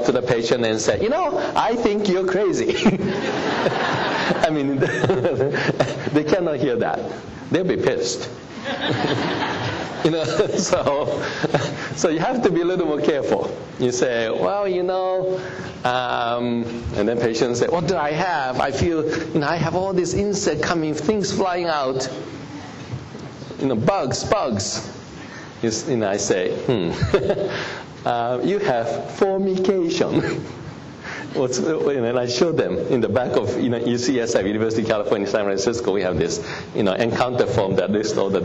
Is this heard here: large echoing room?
yes